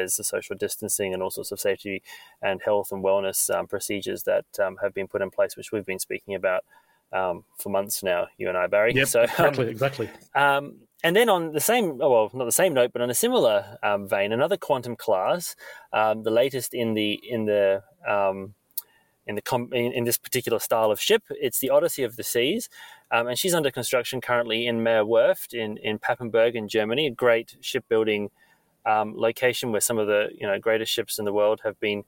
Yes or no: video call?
no